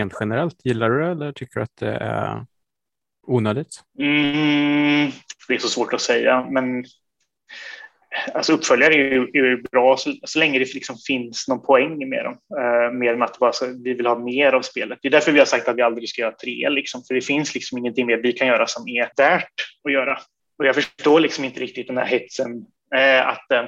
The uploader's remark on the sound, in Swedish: Intervjun är genomförd via Zoom.